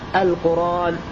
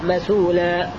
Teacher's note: النوع الأول كان الهمز ساكنا فكان يبدل، وهنا الهمز متحركا، الهمز يأتي متحركا وقبله ساكن، فتنقل حركة الهمزة إلى الساكن قبلها ويحذف الهمز · Term: النقل